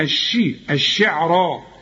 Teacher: وأنه برضو خدناها هو رب الشعراء، الشين عليها الشدة، الشي الشعراء، الراء مفخمة مع المد بتاعها